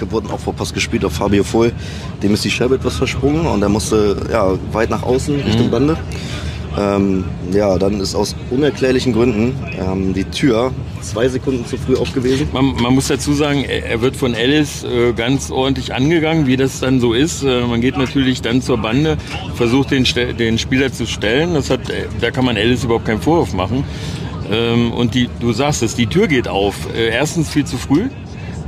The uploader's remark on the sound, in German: Das Podcast-Duo war dieses Mal aber nicht, wie sonst per Internet miteinander verbunden, sondern nutzte unter dem Motto „Thank you for travelling with Deutsche Bahn“ die Rückreise im ICE vom Auswärtsspiel der Grizzlys beim Rivalen in Berlin. Dass die Stimmung im Abteil trotz der Niederlage und der schlimmen Verletzung von Fabio Pfohl beim Klassenprimus unter den mitreisenden Wolfsburger Fans gut war, kann man im Hintergrund der Aufnahme gut hören. Wie von uns gewohnt hört ihr auch noch einige O-Töne.